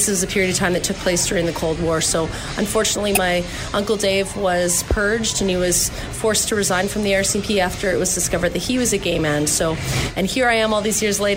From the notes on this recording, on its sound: recorded whilst in Toronto at the 2nd World LGBT Conference for Criminal Justice Professionals